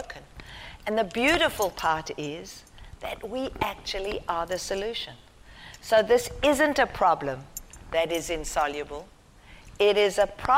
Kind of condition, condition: setting, large echoing room